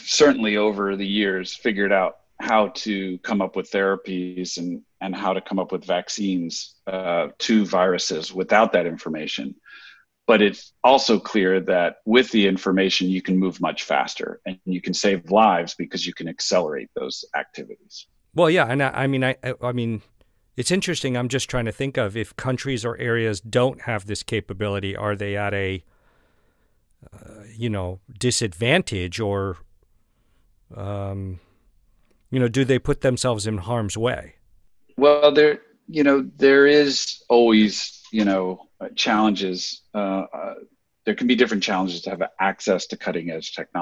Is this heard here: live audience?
no